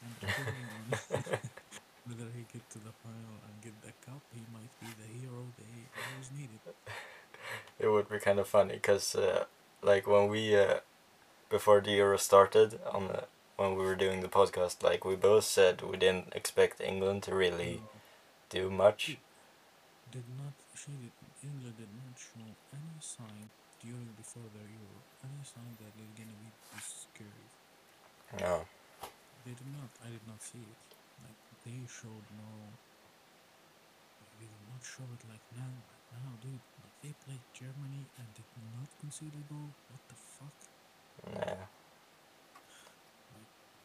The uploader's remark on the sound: Sorry for the bad audio on this episode, we had some problems